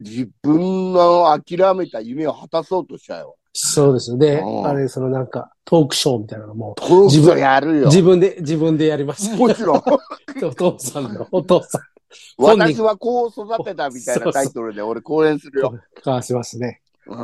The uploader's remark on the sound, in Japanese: ZOOMで収録。